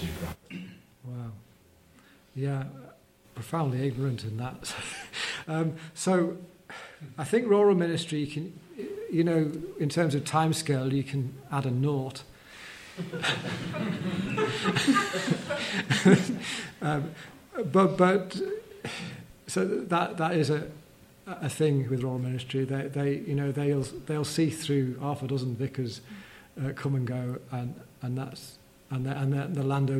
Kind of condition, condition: setting, live audience